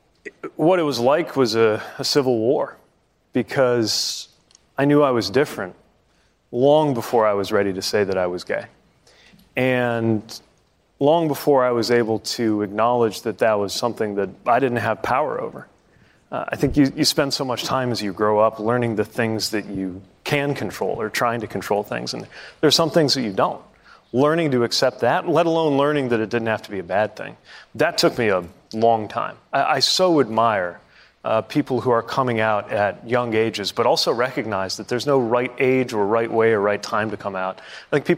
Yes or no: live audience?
yes